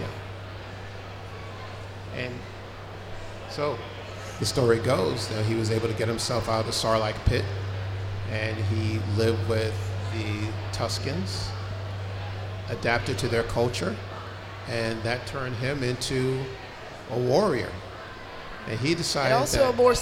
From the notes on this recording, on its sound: A Special FATHER.SON.GALAXY. Panel at FANEXPO Chicago 2023. Recorded at FANEXPO Chicago.